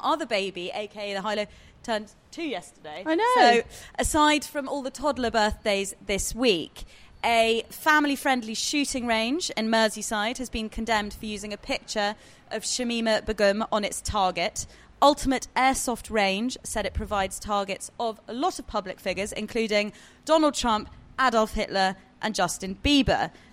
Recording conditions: busy venue